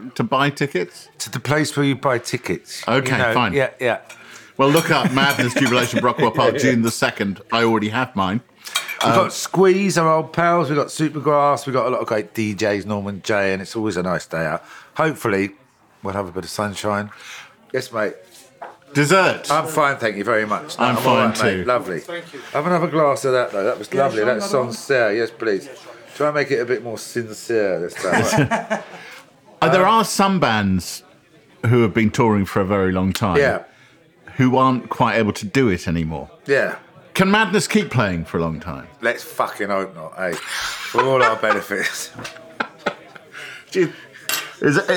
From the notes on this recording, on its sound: share a meal courtesy of the wine workshop and kitchen 28-50 in Kensington, London